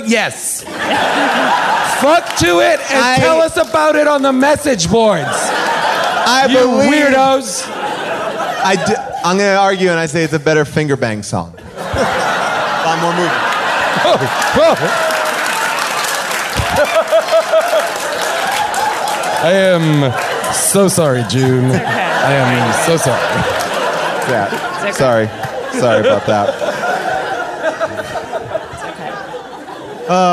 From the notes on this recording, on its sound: Recorded LIVE at Largo in Los Angeles